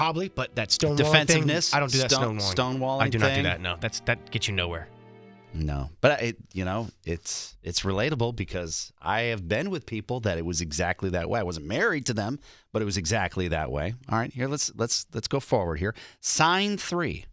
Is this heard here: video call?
no